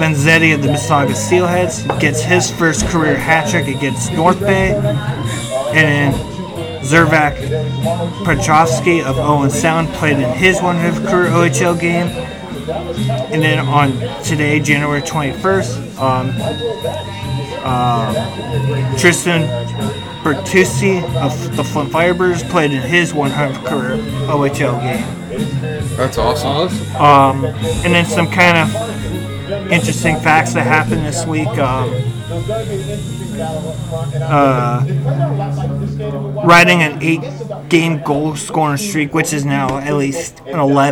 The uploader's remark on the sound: Live from Eduardo's! Live for the very first time out of studio, in public!